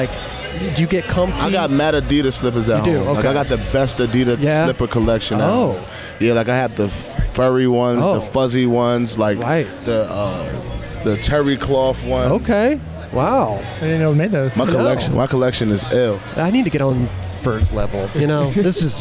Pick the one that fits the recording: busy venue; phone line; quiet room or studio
busy venue